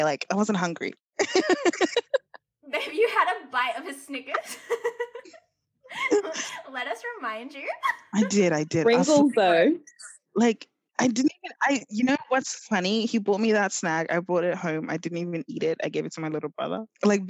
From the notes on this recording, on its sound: Unfortunately we are currently in lockdown so the audio may be a little rough as we're all recording in different parts of Sydney [shoutout to zoom]